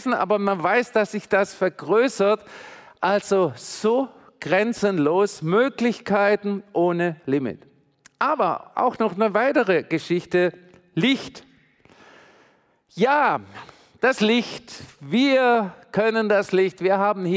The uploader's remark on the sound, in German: predigt im Missionswerk Karlsruhe